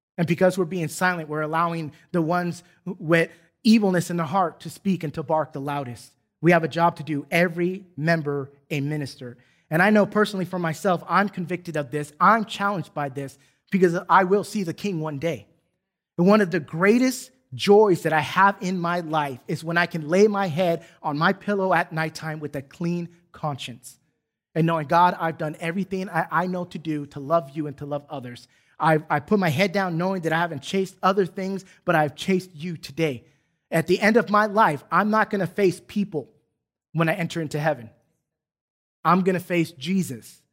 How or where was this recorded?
large echoing room